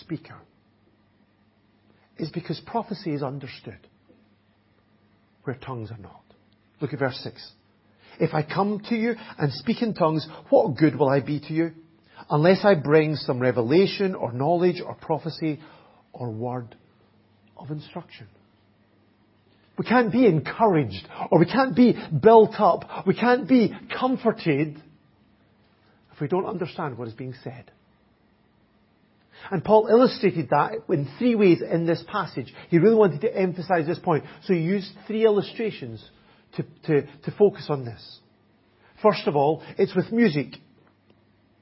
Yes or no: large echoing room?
yes